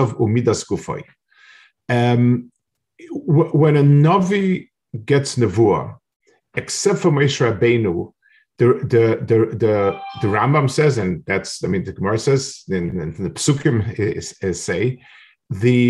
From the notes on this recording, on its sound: This shiur take place over Zoom on Motzei Shabbos.